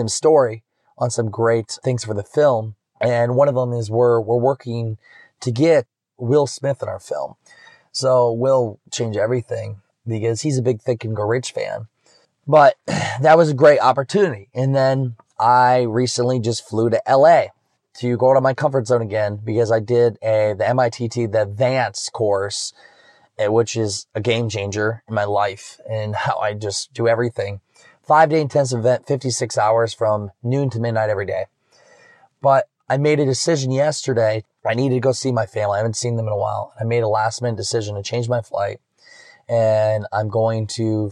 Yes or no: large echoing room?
no